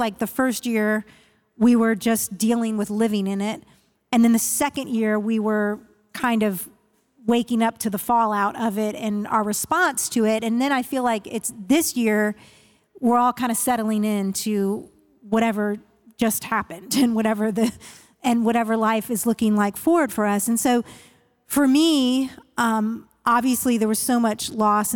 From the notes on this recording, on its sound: Today’s episode starts our new season off strong, complete with our first-ever live audience!